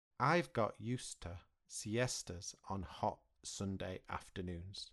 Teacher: We don't pronounce the ed part of the word used.